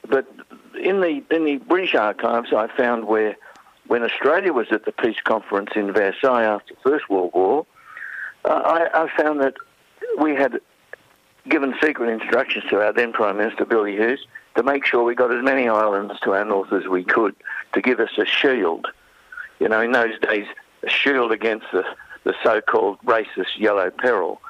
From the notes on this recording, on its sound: Phoned in to The Grapevine. Phoned in to The Grapevine.